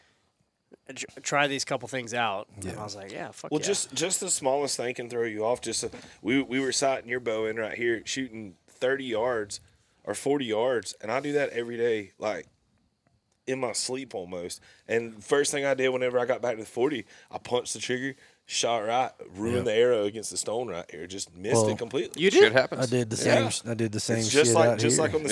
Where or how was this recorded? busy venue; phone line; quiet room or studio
busy venue